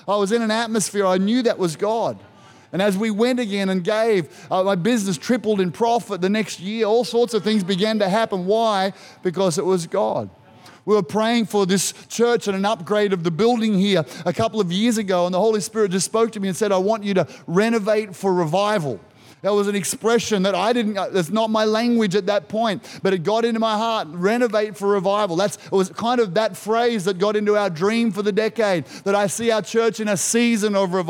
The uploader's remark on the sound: This was recorded in our 9am service on the 31st of October, 2021